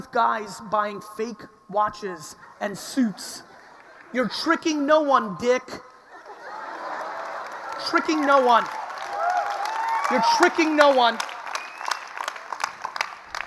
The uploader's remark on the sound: This episode is from a keynote. In Dubai.